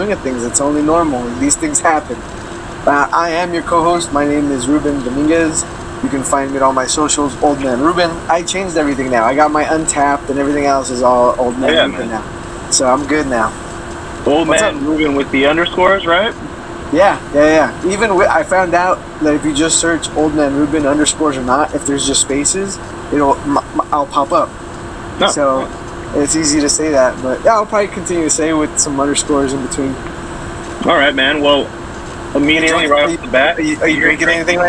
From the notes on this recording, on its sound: Sorry the sound is so shitty. Like really shitty.